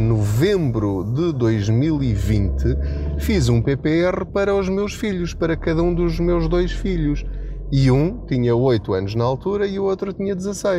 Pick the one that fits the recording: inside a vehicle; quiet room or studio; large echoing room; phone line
inside a vehicle